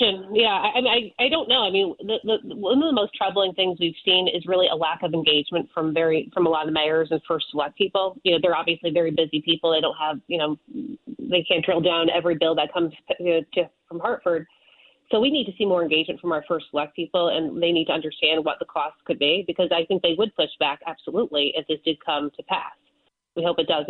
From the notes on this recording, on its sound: call into The Lisa Wexler Show